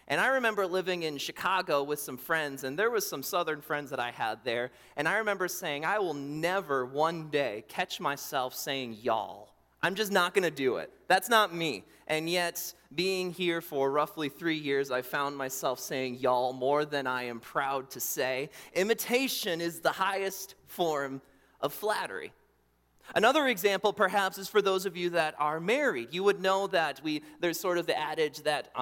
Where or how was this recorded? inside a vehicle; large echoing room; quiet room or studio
large echoing room